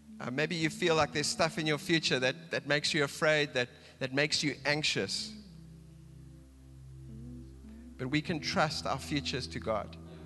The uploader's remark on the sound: Recorded live on Sunday the 18th September 2022